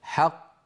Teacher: القلقلة للقاف الثانية وليست للقاف الأولى المدغمة. حق، هذه قاف مدغمة، ط هذه القاف الثانية المقلقلة.